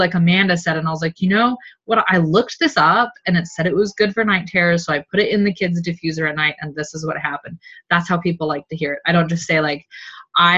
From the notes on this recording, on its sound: OLDEST Zoom call recorded! One of only TWO Zoom calls we recorded from the Seattle house attic!